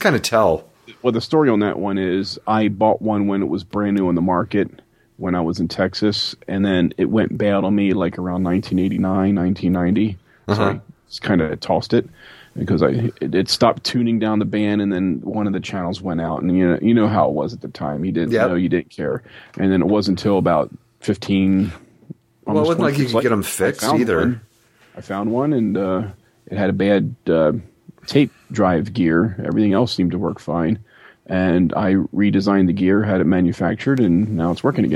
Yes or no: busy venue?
no